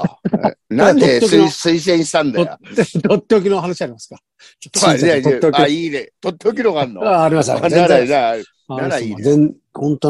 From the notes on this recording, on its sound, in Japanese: ZOOMで収録